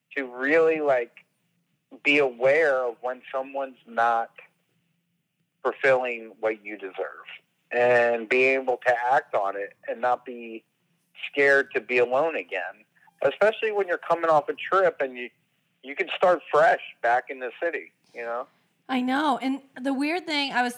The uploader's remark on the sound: Still on the Phone. Will our hosts ever be in the same place again? Catch up...over the phone.